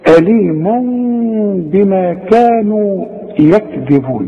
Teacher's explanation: دي كاف ما تحولهاش بين الكاف والجيم